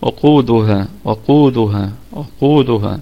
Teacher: الدال قلقلة نسبية، والهاء مد طبيعي وقفا محذوف وصلا · القاف في الدرجة الثالثة من درجات التفخيم، وفيها مد طبيعي وصلا وقفا لأنها في وسط الكلام